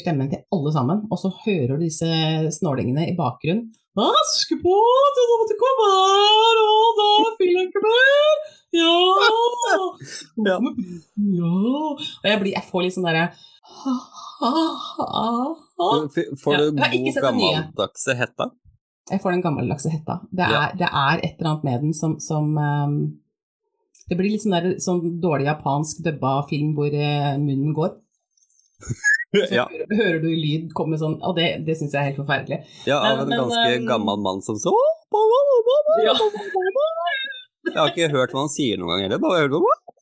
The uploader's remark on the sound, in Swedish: LIVE på Instagram